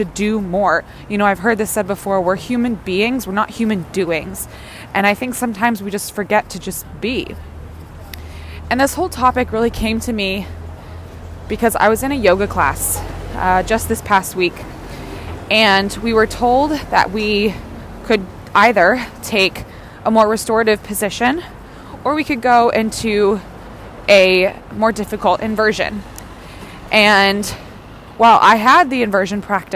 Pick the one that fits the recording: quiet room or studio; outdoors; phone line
outdoors